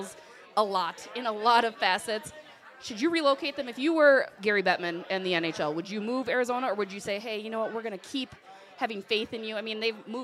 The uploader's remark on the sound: Live from Cozzie’s in Stillwater